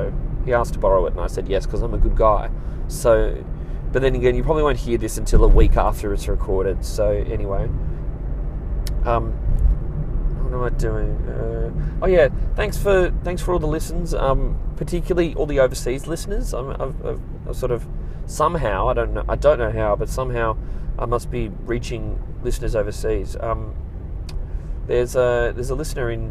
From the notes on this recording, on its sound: I'm back in the car